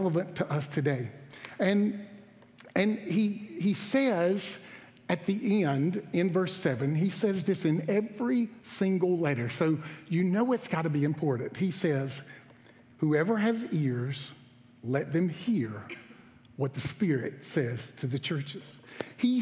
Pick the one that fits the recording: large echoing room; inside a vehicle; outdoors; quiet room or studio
large echoing room